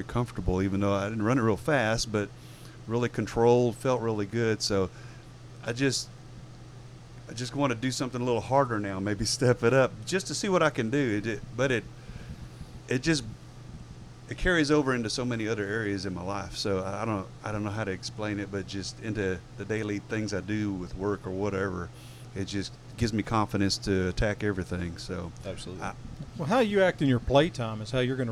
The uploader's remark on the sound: The episode is recorded on the Huntsville State Park grounds.